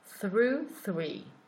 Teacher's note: through and three have the same sound, which is th, so in between your teeth kind of sound